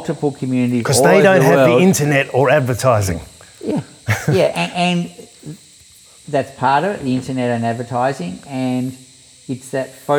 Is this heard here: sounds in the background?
yes